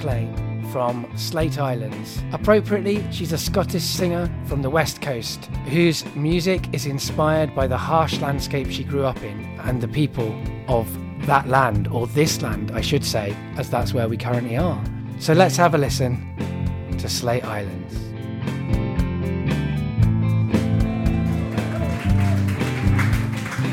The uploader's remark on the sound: This episode was recorded at the Dogstar in Brixton on 4th July